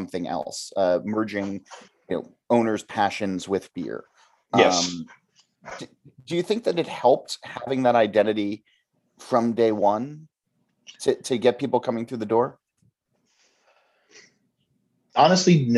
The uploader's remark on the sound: Recorded over zoom.